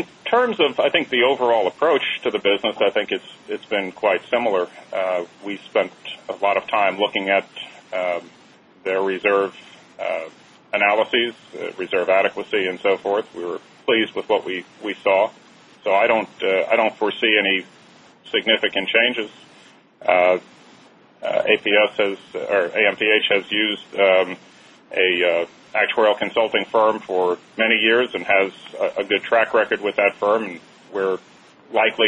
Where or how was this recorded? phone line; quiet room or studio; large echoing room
phone line